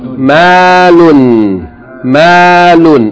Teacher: Kamalun, three syllables, kamalun, kamalun. Last word has two syllables, one long vowel and then tanween.